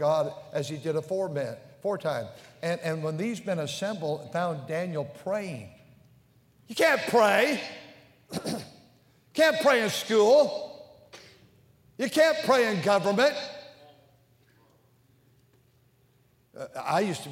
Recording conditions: large echoing room